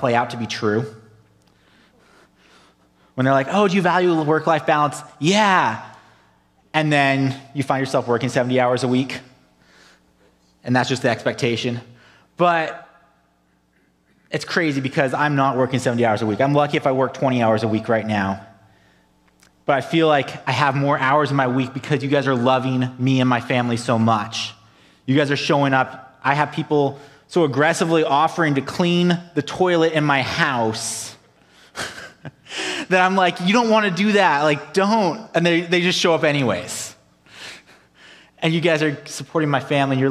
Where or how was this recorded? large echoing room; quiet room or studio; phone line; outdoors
large echoing room